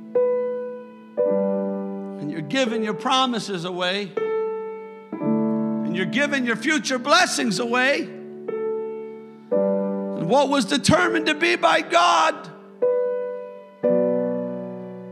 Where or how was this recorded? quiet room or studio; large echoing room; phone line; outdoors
large echoing room